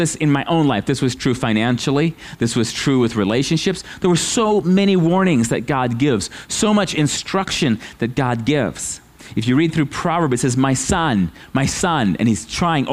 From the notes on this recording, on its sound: at Living Water Fellowship Denver's Sunday morning service